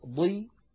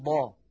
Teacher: أقل مراتب هذه الحروف هي أن يكون الحرف مكسورا فالكسر يضعف من تفخيم الحرف ولكن لا يفنيه، يعني ضي هي أقل من ضا ولكنها مفخمة، لا تخرج عن كونها مفخمة. · Term: التفخيم